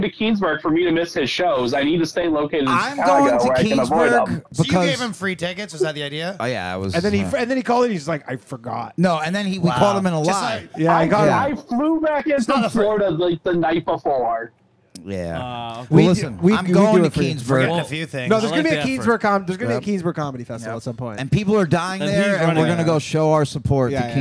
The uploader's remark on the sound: The Bathhouse is a live call-in show recorded from the green room of The Stand Comedy Club in New York City.